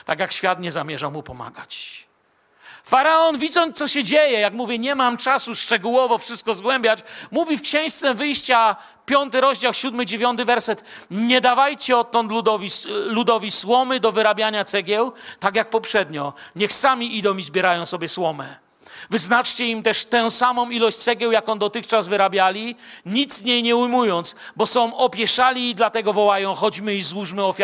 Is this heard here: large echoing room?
yes